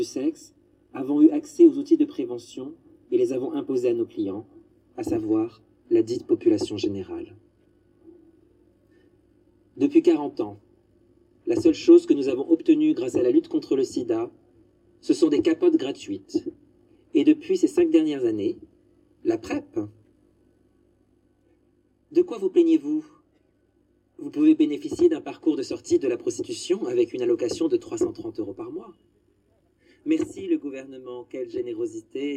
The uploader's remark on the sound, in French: Le rendez-vous a été donné sur la place de la Bastille. La manifestation s’élance en direction de la Flèche d’Or dans le 20e arrondissement de Paris. Le déploiement du patchwork des noms, des prises de parole et un repas partagé. Le 1er décembre 2021 à Paris.